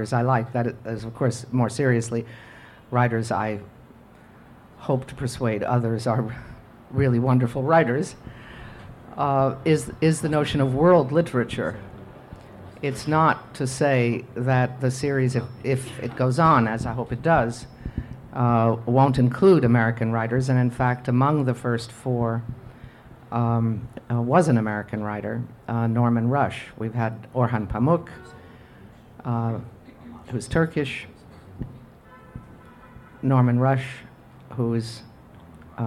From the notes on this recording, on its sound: Recording includes the conversation, readings, and Q & A from the evening.